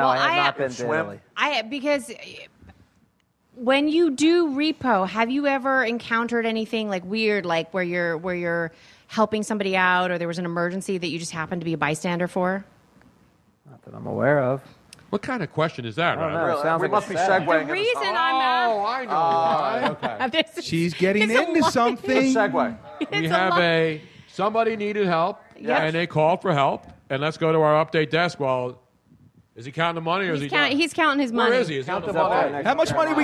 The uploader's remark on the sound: A lucky audience member got to spin the wheel and won 175 dollars cash. We picked an audience member.